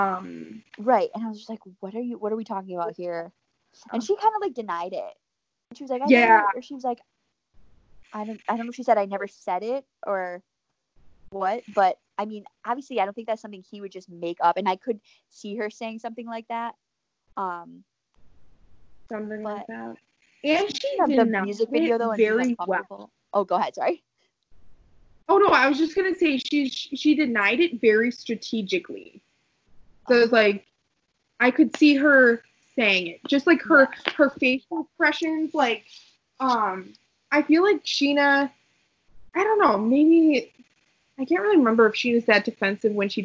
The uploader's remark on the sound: An episode filled with poor connection, hurricanes.